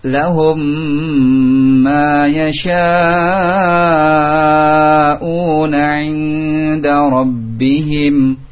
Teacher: tanpa menarik nafas lagi, sambungkan, dengungkan mim sukun setelahnya mim · Term: Idgham mithlaini saghir